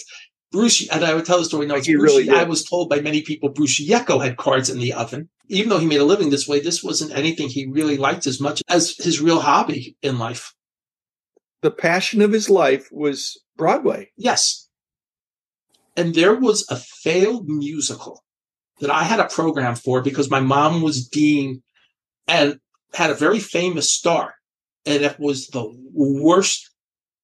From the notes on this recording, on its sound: I zoomed